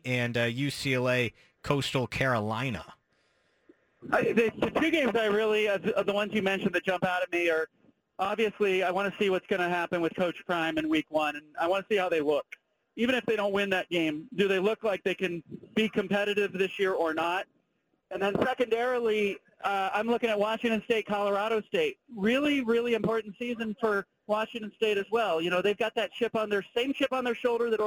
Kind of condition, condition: link, phone line